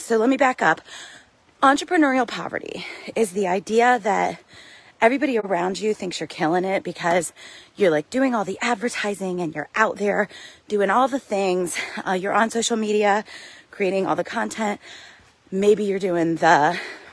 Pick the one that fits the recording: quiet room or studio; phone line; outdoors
outdoors